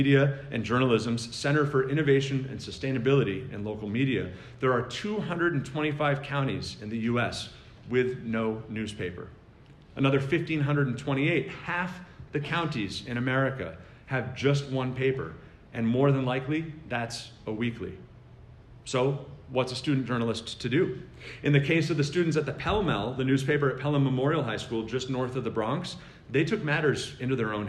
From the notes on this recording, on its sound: With nearly 800 students at the Garden State Scholastic Press Association's Fall Conference. That message is presented here as an episode of the podcast.